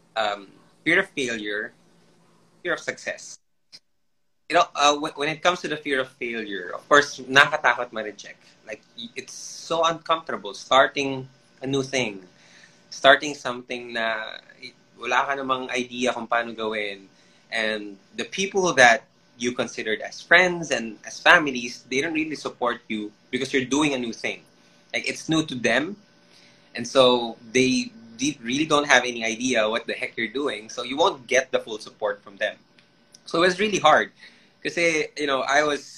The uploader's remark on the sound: IG Live Interview